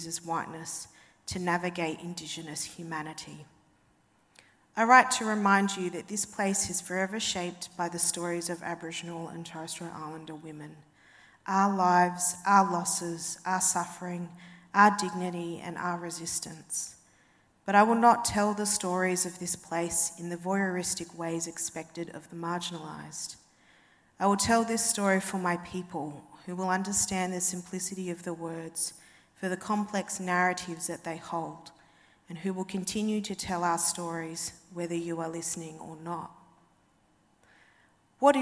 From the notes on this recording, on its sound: Recorded 15 February 2020 at the Thornbury Theatre in Melbourne.